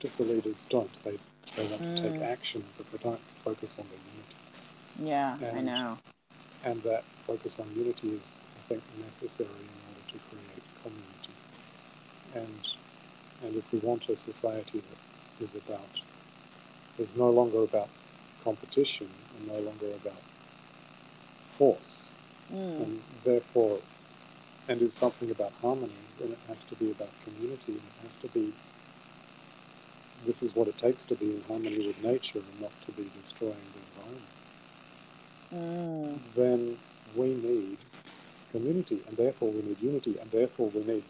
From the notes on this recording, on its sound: I apologise for the sound quality there were some technical issues that i hope to improve for next time.